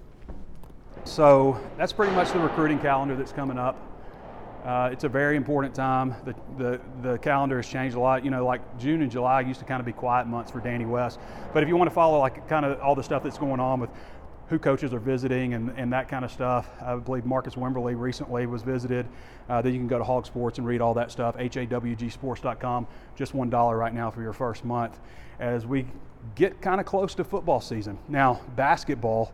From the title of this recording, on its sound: WALK & TALK